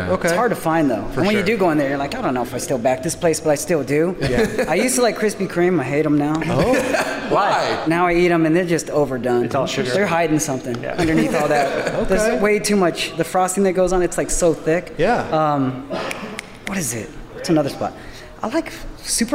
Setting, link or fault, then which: setting, live audience